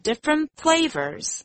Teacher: 两个字一起念时，前一个字的轻声尾音 t 也会削弱或是消失哦